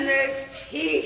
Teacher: the syllables get drawn out, like the way you say eyes, blame, even teeth in this clip